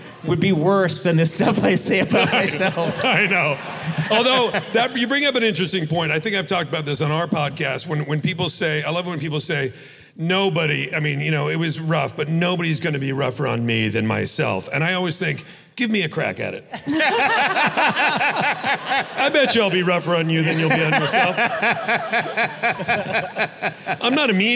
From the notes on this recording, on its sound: Live from the Wiltern Theatre. Takes live voicemails.